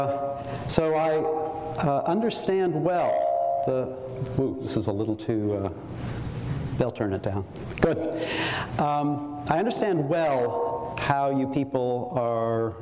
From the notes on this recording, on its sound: Audio recording of a lecture delivered on March 22, 2013. As part of the Formal Lecture Series.